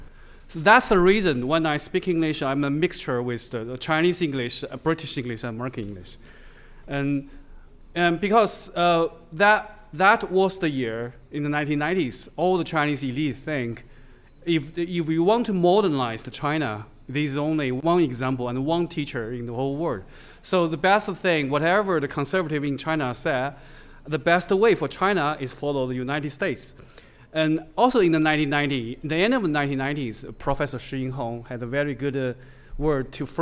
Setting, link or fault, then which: setting, busy venue